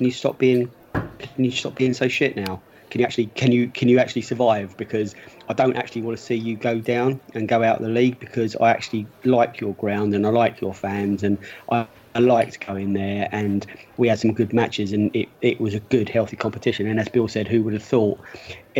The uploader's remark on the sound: Pre-Match Podcast From The Pub